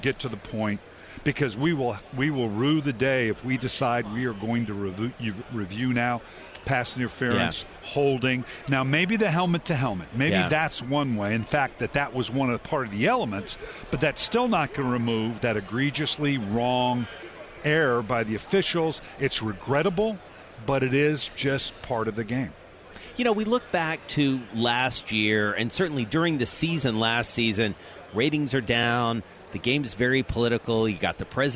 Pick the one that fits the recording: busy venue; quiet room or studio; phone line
busy venue